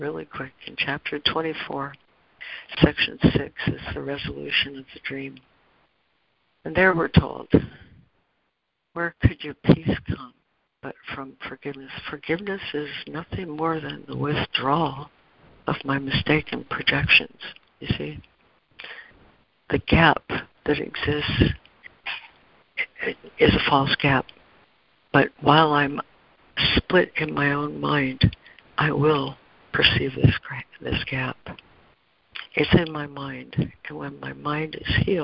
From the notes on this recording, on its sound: ACIM Daily Conference Call.